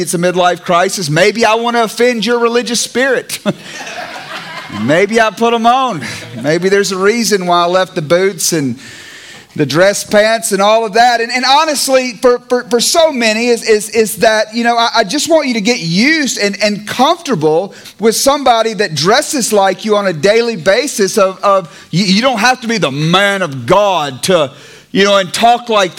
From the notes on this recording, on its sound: It is captured in front of a LIVE audience at Good Landing’s Friday Night Recovery Church experience!